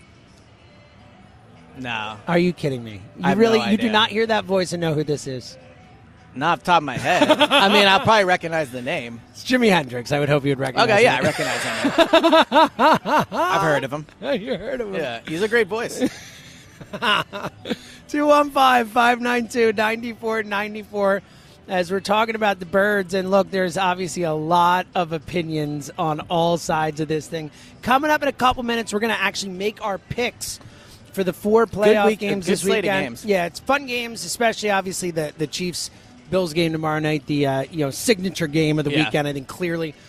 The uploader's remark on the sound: BetParx Radio: Divisional Round Picks Live At Parx Casino.